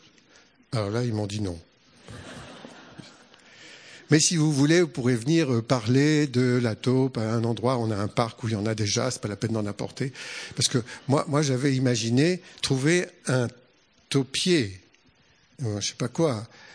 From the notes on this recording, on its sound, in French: lors de la 7ème édition du festival La Manufacture d'idées, le 11 mai 2018.